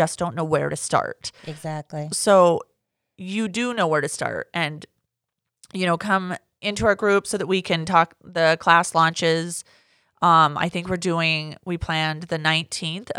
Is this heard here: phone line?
no